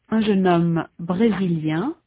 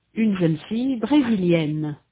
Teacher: In addition, the final vowel is different in the masculine and in the feminine. In the masculine, the vowel is nasal. In the feminine, it is not. In spelling, the feminine forms also have a final e that the masculine forms do not.